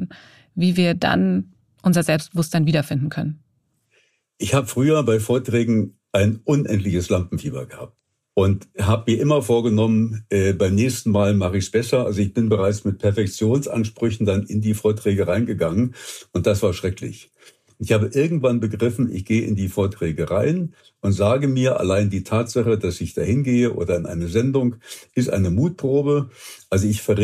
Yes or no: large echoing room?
no